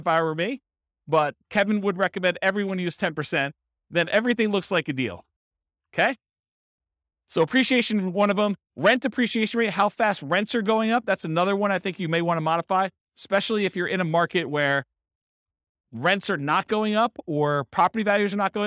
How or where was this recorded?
live audience